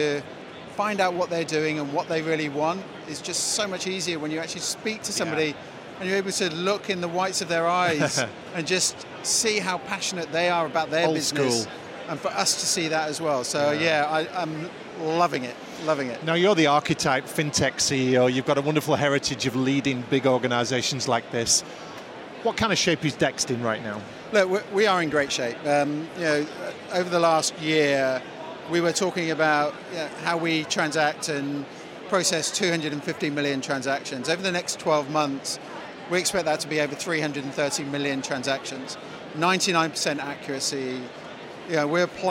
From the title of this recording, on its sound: Event Special - Accountex 2023 Live Interviews